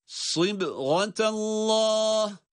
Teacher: sad harfi kalın, esreyle sı ama kendisinden sonraki ba ince ve kalkale harfi